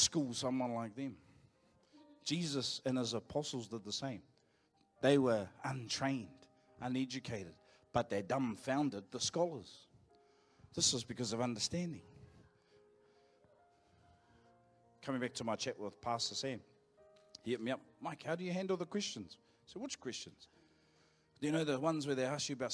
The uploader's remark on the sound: Live from IwiTapu Destiny Church Hawkes Bay